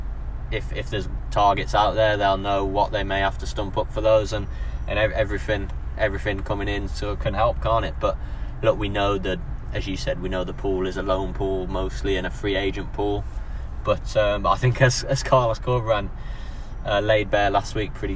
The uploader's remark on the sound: The boys have taken the second episode of the series on the road - recording en route to the second friendly of the week at Salford City.